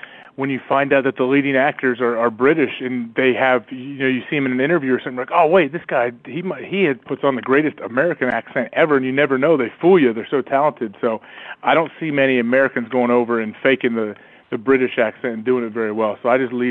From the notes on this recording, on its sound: joins us on the phone for one of our favourite interviews of the year